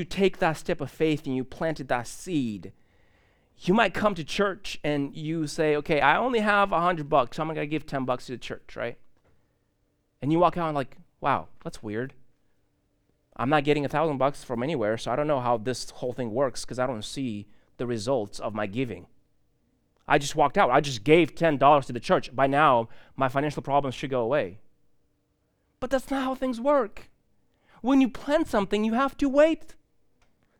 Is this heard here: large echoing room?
yes